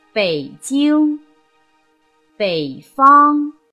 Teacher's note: 它的调值要由二幺四变成二幺